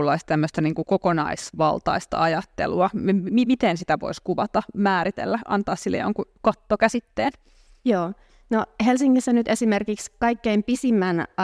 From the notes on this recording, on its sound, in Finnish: Podcast on nauhoitettu Tiedekulmassa Lisää luontoa kaupunkiin?